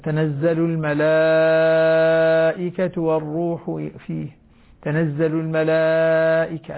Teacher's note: يمد المد المتصل 4 حركات أو 5، ويسمى مد واجب متصل